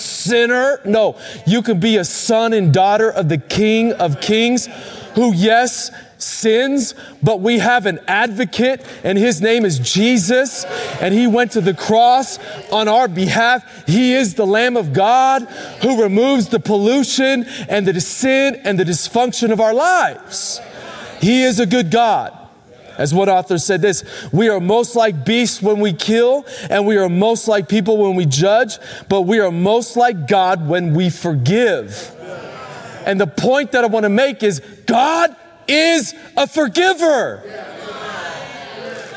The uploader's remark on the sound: Recorded Live at Capital Church in Meridian, Idaho